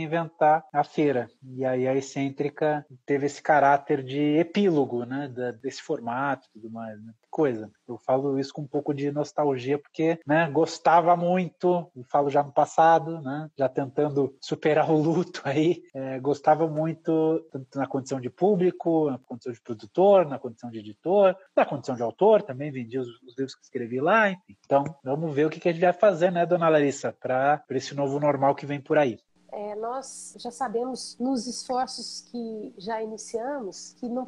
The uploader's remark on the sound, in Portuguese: ao vivo pelo Instagram